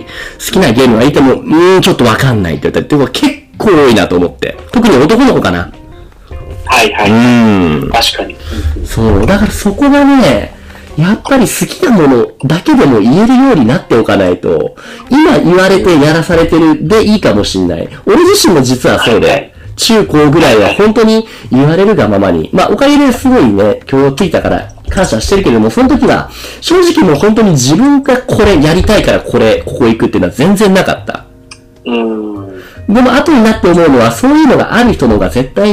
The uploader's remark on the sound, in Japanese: 今回機材トラブルで音割れが発生しております